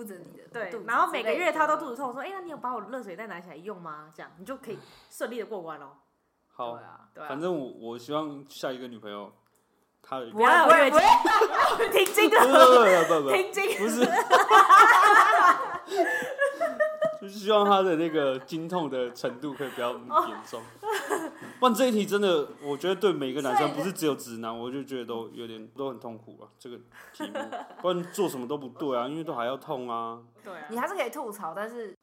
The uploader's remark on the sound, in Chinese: 本集因為共用麥克風所以音質可能會有點小小的不好或不清楚還請多多擔待。